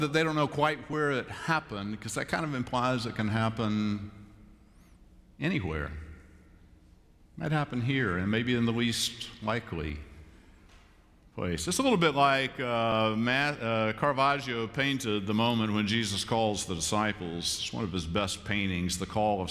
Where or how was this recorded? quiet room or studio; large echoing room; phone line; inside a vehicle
large echoing room